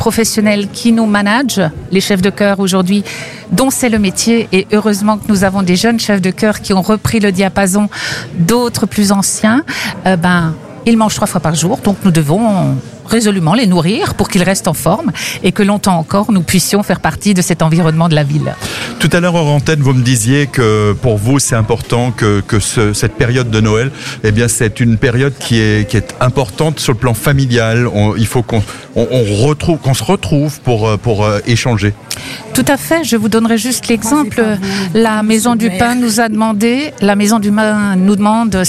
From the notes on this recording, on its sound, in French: en direct depuis le caveau saint-Barbe à Sélestat